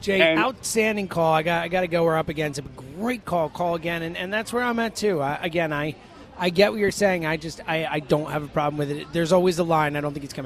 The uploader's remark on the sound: live at Parx Casino